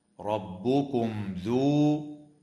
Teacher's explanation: وتظهر الميم الساكنة عند الذال في قوله تعالى ربكم ذو